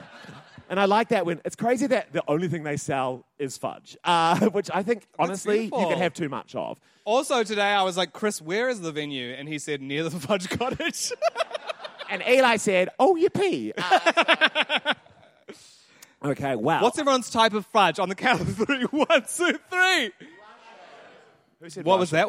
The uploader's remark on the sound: Live in Christchurch